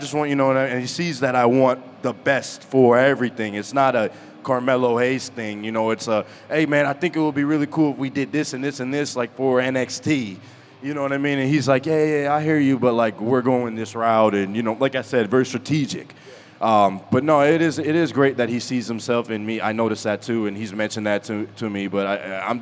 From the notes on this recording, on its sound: live at the WrestleMania Superstore